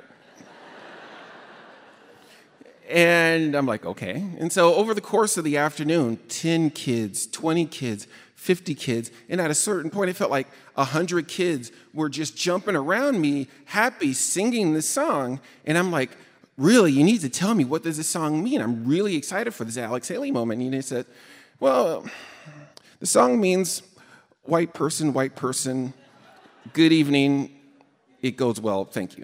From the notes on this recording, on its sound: Invisibilia Live with Story District. Our first live event!